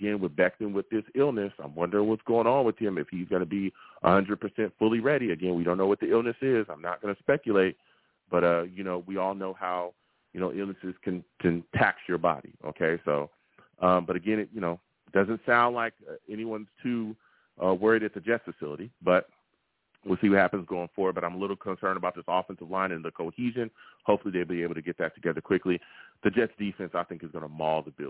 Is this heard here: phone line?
yes